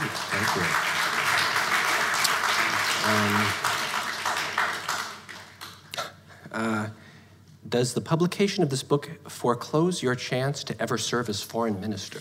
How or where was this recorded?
live audience